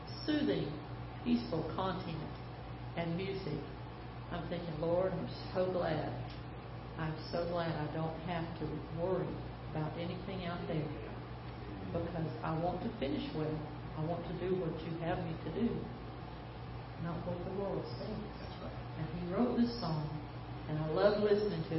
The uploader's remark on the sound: Ketha Heights Baptist Church ~ Live Broadcast